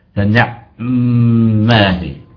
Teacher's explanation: وأداؤك التالي، لا نقول نعمة نعمة نعي، لا نعمة نسكن العين ثم ننتقل بلطف وبحرص شديد إلى الميم المشدد اللي أولها ساكن